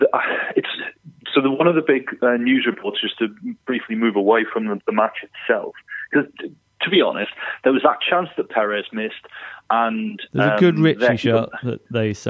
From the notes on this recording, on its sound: on the phone